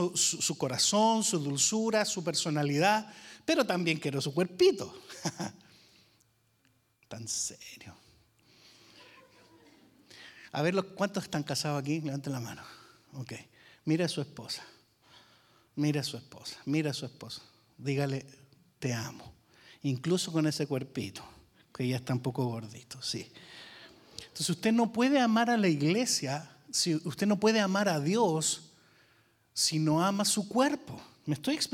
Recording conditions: large echoing room